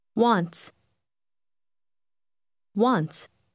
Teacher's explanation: Cuando uno le habla a alguien, en palabras tales como want, se agrega un sonido de s o z.